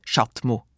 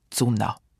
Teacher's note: Sie weist auch hin auf die vollen Vokale mit den unbetonten Silben.